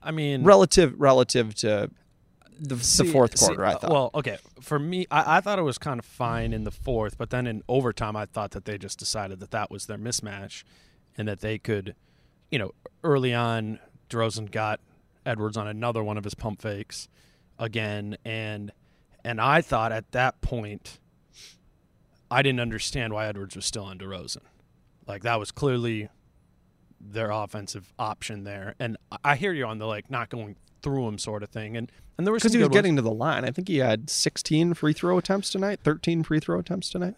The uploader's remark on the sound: Live from Target Center for an immediate reaction to the Timberwolves overtime loss to the Spurs.